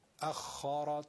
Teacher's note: حرف خا هم که مشدد درشته و اخارت و را هم درشته.